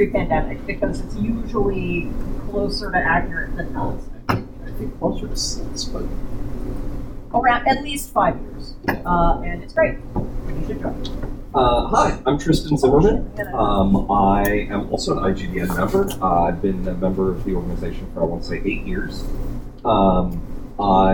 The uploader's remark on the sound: Recorded at Metatopia 2023